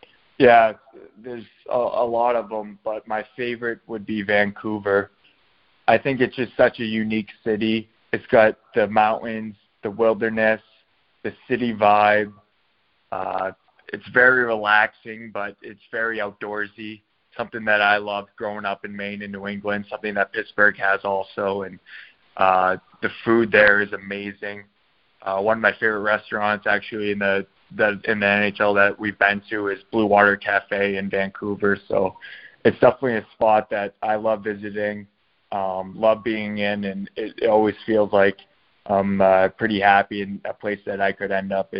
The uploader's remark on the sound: the recording of our LIVE conference call